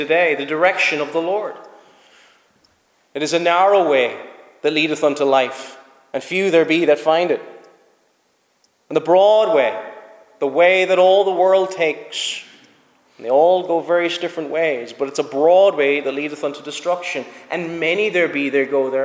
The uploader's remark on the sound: Preached at Snizort Free Church